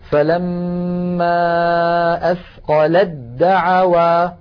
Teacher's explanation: ساكنة، ودعوا أولها دال متحركة والتاء والدال من المخرج عينه، لذلك نحول التاء إلى دال ثم ندغم الدال في الدال